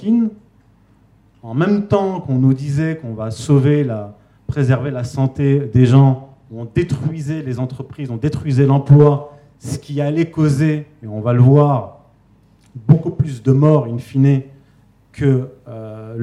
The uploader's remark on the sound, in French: donnée en août 2021 au second Festival de la réconciliation